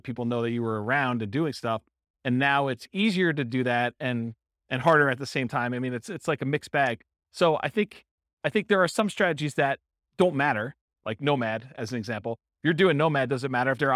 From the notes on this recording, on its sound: This was a live class recorded. Real estate investors and real estate entrepreneurs in Boulder, Colorado.